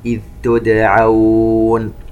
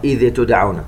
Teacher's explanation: نظهر هذه الذال ونعطيها صفة الرخاوة، أي يجري الصوت · Shown in: first take · إذا لم نعطيها صفة الرخاوة ستقلقل وهذا خطأ، سنقرأ إذ تدعون.